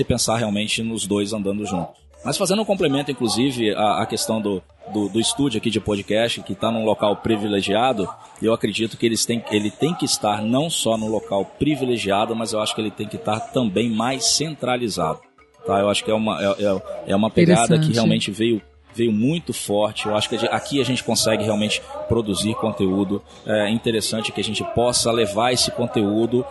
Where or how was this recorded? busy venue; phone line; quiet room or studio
busy venue